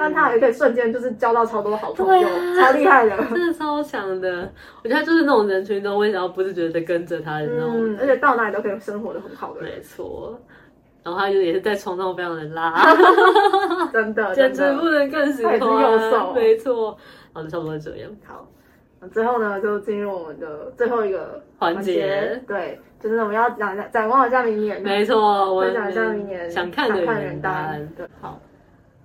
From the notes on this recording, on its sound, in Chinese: 本集原本為手機錄製收音的影片，如果覺得音質不夠清晰